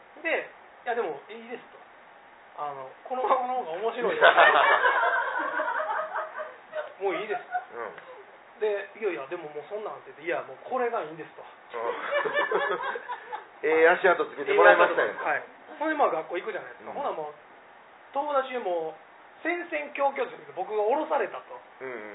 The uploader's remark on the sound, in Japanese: 2022年7月19日 公開収録分